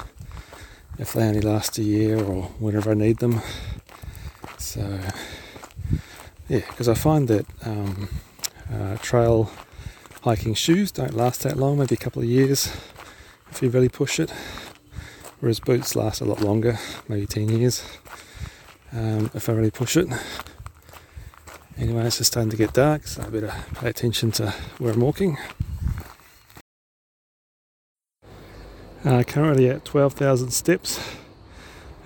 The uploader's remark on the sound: I add a little bit of audio to my blog entries by recording while I am walking.